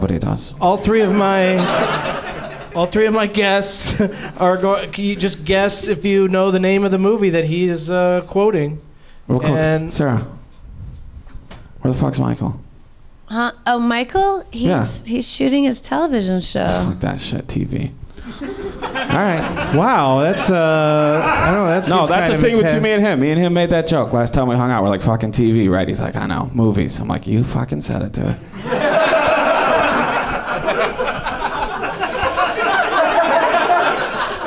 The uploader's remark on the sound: Live from the Nerdmelt Showroom in Los Angeles